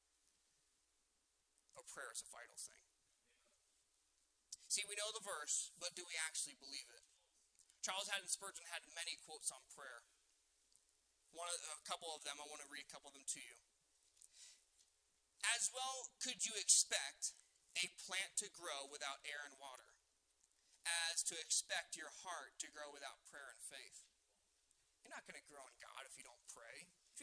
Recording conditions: large echoing room